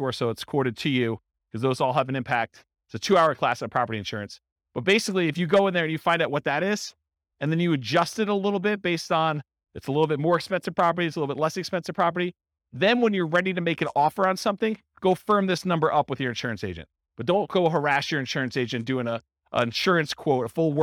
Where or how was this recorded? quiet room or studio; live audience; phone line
live audience